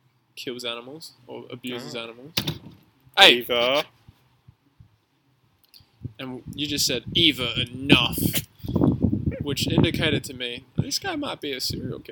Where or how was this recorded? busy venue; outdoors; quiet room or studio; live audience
outdoors